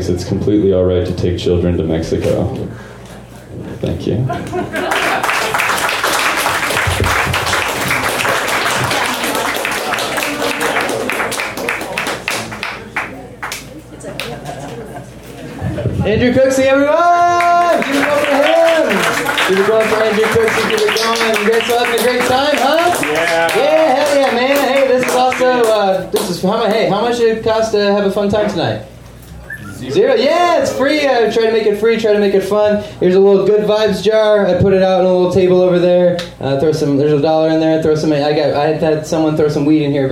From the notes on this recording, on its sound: Live from Genuine Joe's